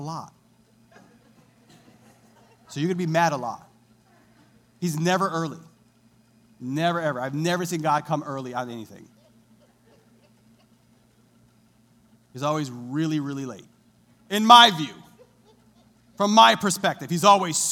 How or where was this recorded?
large echoing room